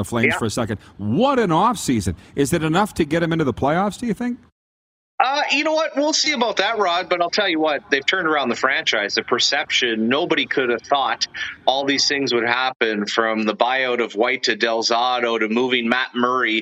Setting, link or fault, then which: setting, busy venue